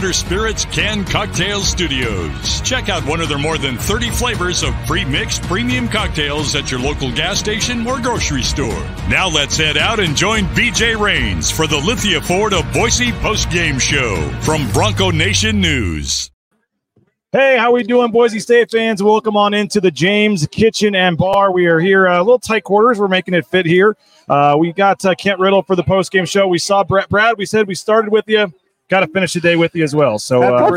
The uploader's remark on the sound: Live at The James with the Lithia Ford of Boise Postgame Show after Boise State's thrilling 35-27 comeback win at Albertsons Stadium.